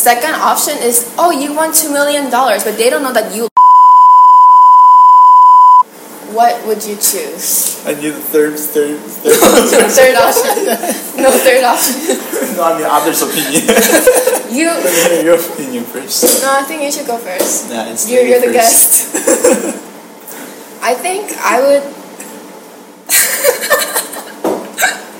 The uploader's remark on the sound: i promise the audio quality will get better